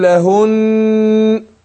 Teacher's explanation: النون المشددة دي أقف عليها إيه بالغنة تأخذ غنة حركتين